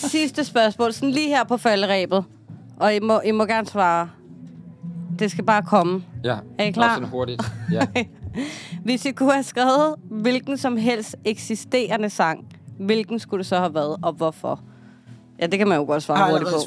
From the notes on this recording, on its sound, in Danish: Live fra Midtfynspladsen. Bassen pumper på Midtfyns pladsen og stemningen er i top. Der er autentisk festivalstemning i vores podcast-vogn.